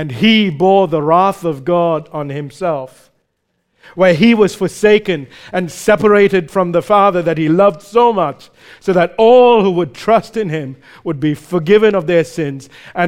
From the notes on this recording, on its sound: recorded live at Grace Community Bible Church